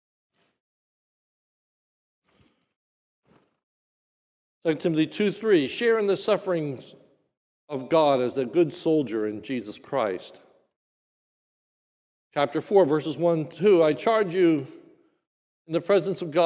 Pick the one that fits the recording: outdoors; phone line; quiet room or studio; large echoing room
large echoing room